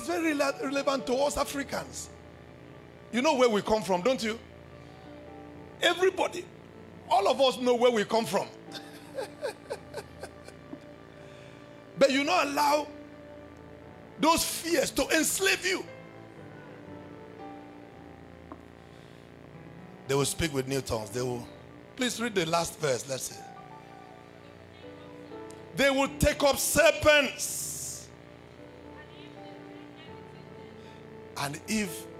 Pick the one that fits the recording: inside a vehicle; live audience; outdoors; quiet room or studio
live audience